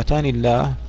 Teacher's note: سواء كان هناك ياء مرسومة أو لم يكن هناك ياء مرسومة، فإنها ستحذف. لذلك لابد من فتحها، إذا أردنا إثباتها لابد من فتحها.